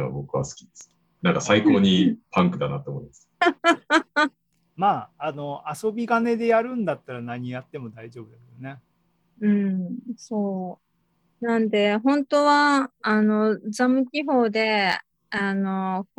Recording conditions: video call